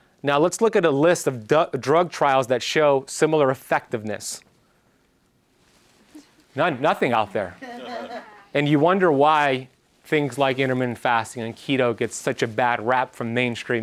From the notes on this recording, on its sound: This is a lecture that I gave at FAENA Hotel’s “Ultimate Wellness Workshop” on May 12, 2023 in Miami, Florida, located in their Tierra Santa Healing House.